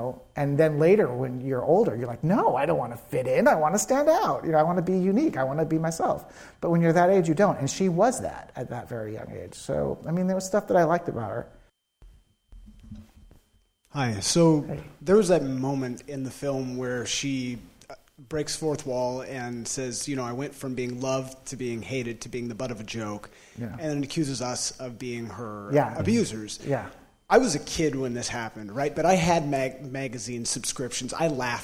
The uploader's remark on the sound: Before a live audience at UCSB.